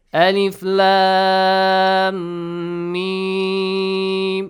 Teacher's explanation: Two counts. You gotta produce a ghunna sound. Nasal sound.